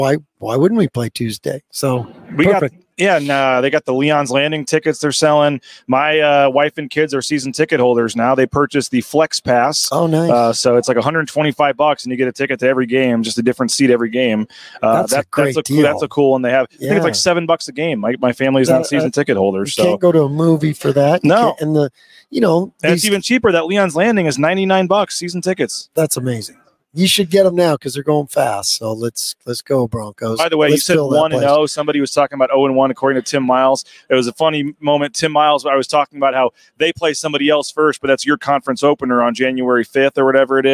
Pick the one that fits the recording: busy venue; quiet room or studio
busy venue